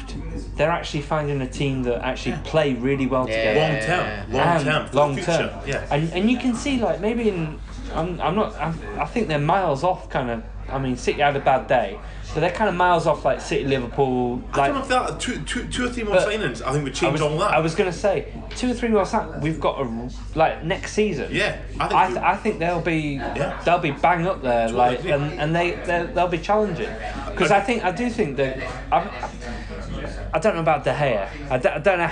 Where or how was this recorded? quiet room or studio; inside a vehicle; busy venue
busy venue